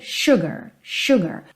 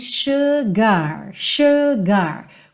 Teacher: Como nessa canção a gente tem na melodia pá, pá, então a gente tem sugar, sugar. Quase que as duas sílabas com o mesmo peso · Shown in: second take